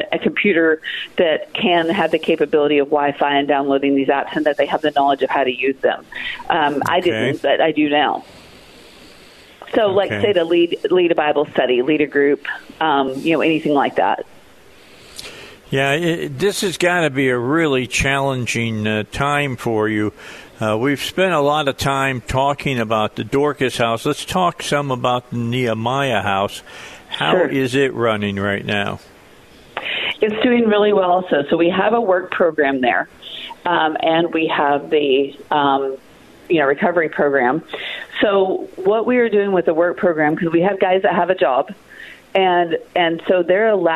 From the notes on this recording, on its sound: on the phone